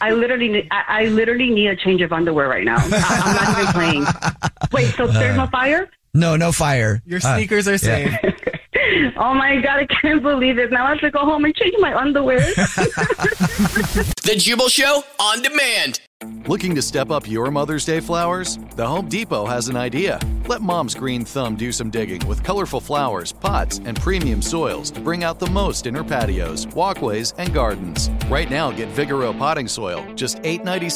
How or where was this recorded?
phone line